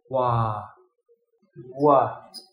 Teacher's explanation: You might have noticed that I use both of my lips to make the w sound. · IPA: /w/